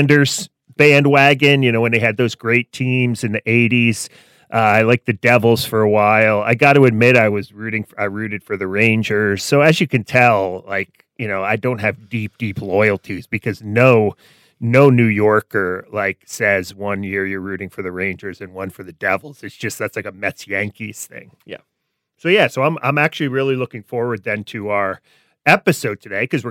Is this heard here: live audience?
no